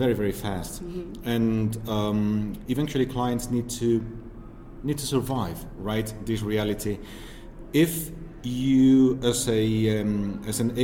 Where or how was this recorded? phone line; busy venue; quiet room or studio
busy venue